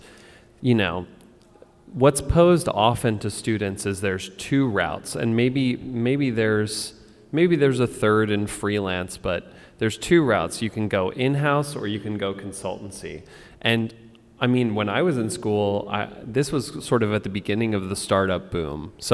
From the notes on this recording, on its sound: We are live at Purdue this week. We answer questions from several members of the audience.